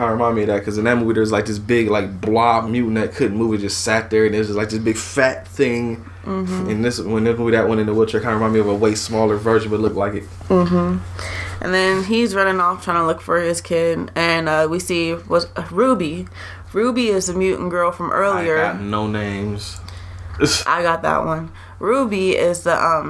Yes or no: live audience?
no